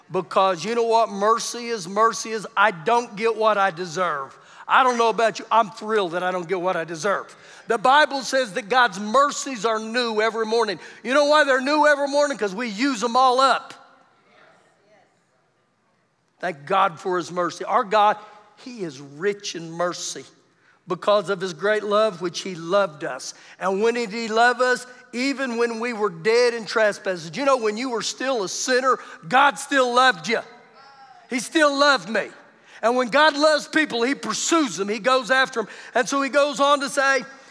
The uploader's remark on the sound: Recorded live during our Sunday morning service